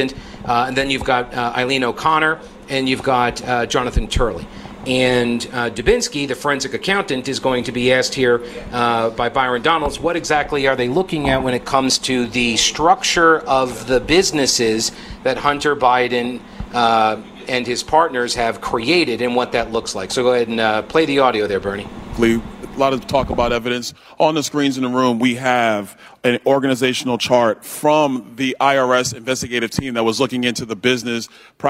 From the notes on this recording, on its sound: live at the Little Heroes Blood Drive